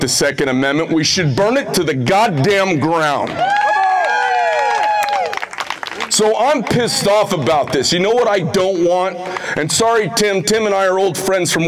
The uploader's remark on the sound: Rally on the Border in Sierra Vista, Arizona. A Keynote speech at the 1st and 2nd Amendment Rally on the Arizona Border.